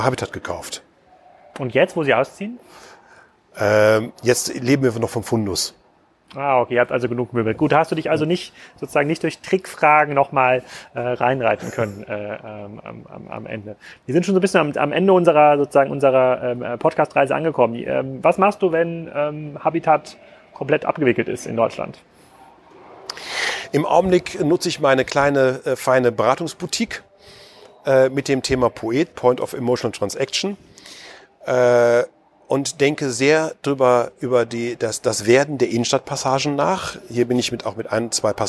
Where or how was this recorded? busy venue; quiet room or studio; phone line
busy venue